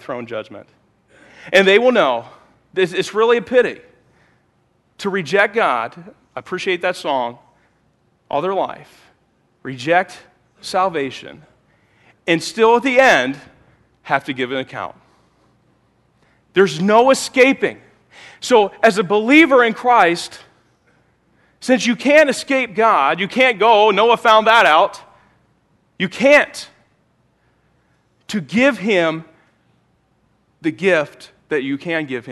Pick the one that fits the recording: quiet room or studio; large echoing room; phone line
large echoing room